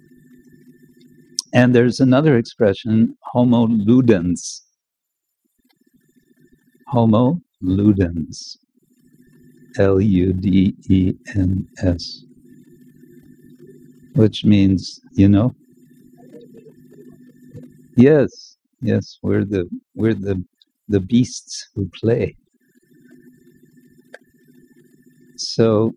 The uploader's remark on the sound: Recorded during Bhakti Retreat 2023 in Kientalerhof/Switzerland - Bad quality, next will be better.